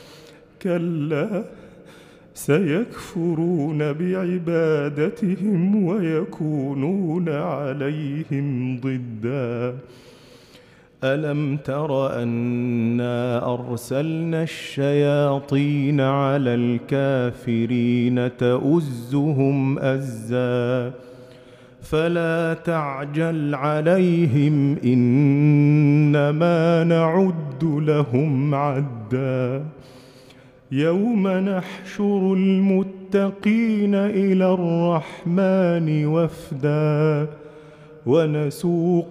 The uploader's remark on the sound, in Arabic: مسجل من صلاة التراويح بمسجد السلام بحي مشرفة بجدة.